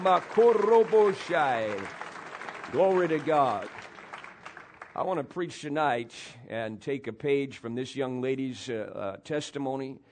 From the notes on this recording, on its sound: PREACHED IN MCMINNVILLE RALLY.